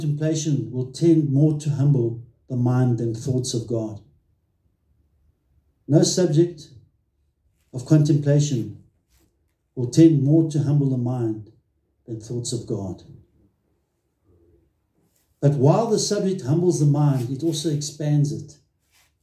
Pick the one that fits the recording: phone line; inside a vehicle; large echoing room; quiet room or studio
large echoing room